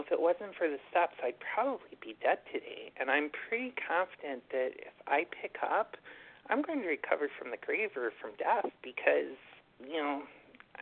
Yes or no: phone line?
yes